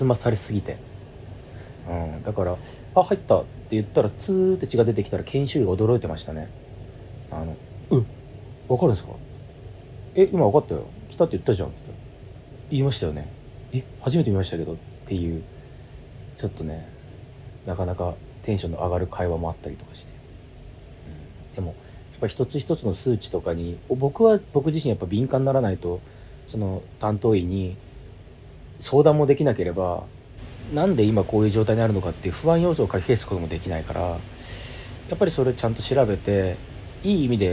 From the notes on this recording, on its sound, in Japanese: Iphone収録です。無菌室なので空気清浄機のノイズや音量バランス等お聞き苦しいかもしれませんがあしからず。